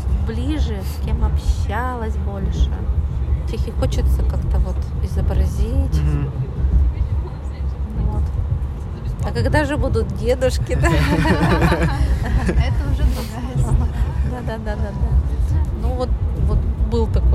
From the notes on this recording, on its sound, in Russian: Живая запись из вагона электрички создаёт ощущение присутствия рядом во время беседы